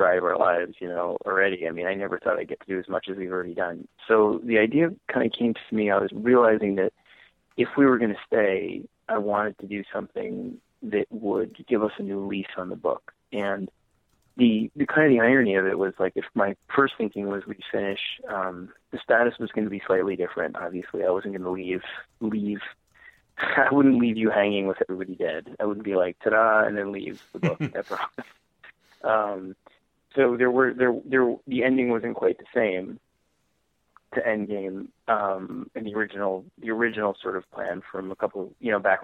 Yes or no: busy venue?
no